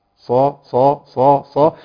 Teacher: هذه الصاد مفتوحة، المفروض يفتح الفك مع تفخيم الحرف وعدم استخدام الشفتين مطلقة